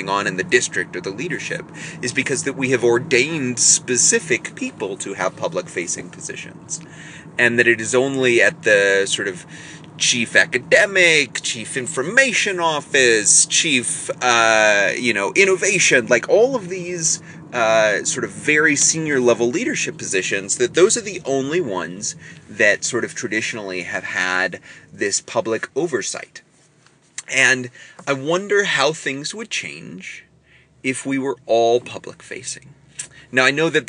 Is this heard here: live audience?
no